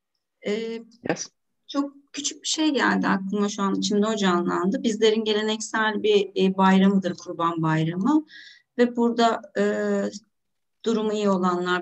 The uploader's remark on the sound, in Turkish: Zoom üzerinde